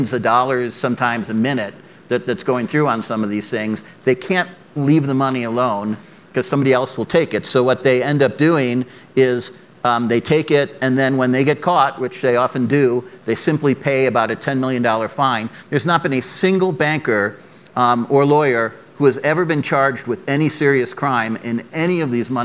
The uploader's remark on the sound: on stage at the Aspen Ideas Festival